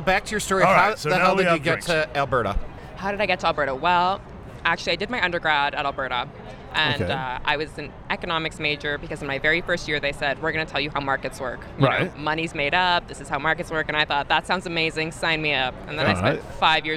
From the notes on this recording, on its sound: interviews recorded during an outdoor cocktail reception at the Social Entrepreneurship conference hosted by the USC's Marshall School of Business